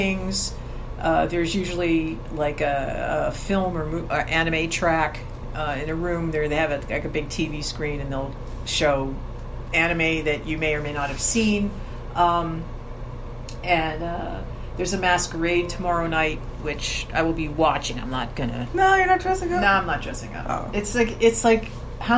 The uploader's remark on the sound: This episode is the audio of the Facebook Live event recorded at Philcon on November 8, 2019.